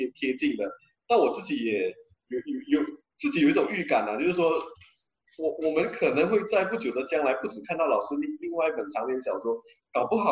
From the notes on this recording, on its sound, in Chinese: 地點：Zoom會議室。